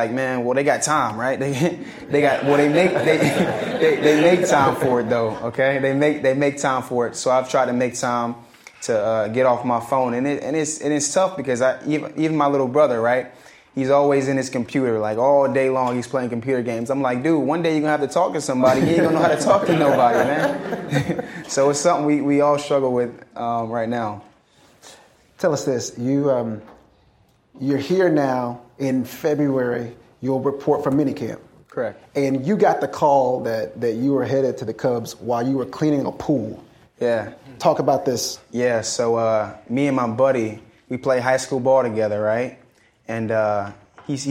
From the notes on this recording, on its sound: In this live recording of the podcast. Inspires the audience to stand up, give hugs, and say “I love you.”